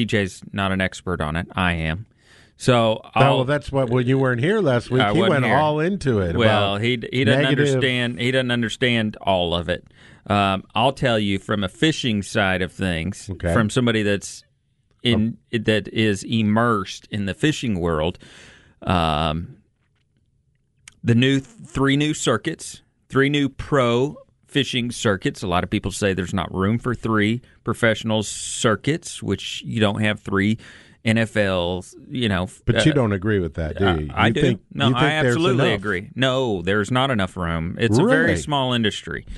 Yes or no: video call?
no